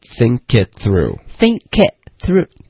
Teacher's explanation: think 的这个科的音连到 kit， thinkit，可是 it 的这个特的音省略了，那就变成 think itthrough